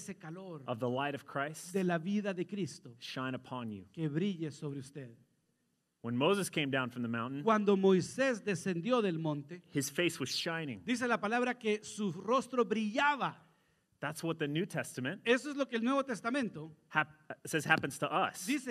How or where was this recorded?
large echoing room